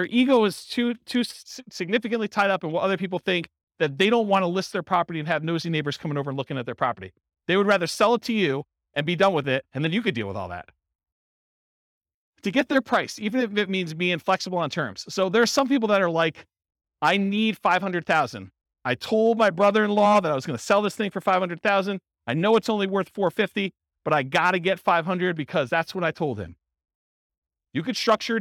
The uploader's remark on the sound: This was a live class recorded